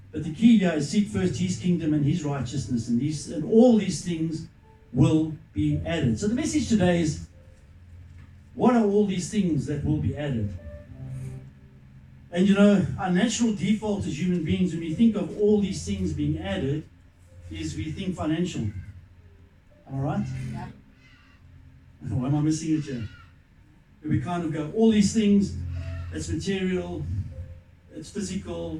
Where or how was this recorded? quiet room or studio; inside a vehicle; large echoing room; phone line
large echoing room